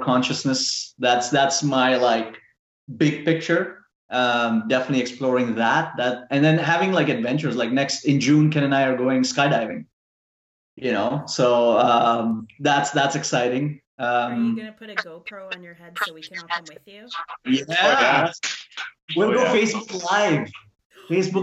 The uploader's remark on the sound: There were some technical issues with the sound quality of this podcast.